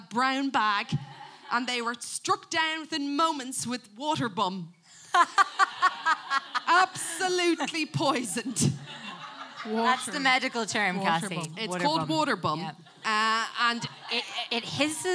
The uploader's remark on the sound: LIVE at the lighthouse